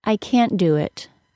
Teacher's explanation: We don't usually drop the T sound of the word can't. Instead, we don't aspirate the T sound.